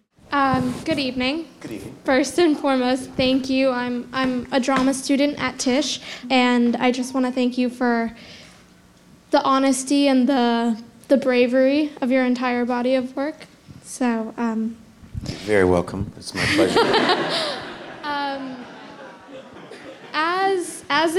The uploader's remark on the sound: The actor-writer-filmmaker was in prime raconteur mode, in front of an enthused audience.